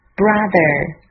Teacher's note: th 是 z，咬舌声带震动不送气